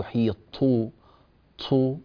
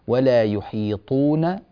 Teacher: حرف الطاء لا يجوز خروج هواء معه مصاحب · Shown in: second take · لا تقول يحيطوا طو أنا أبالغ طبعا لكن أبين لك، ولا يحيطون، امسك الطاء لا يخرج معها هواء.